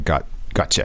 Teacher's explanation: the ch is actually the sound that happens when you link the T and the U. So that's why it becomes gotcha from got you.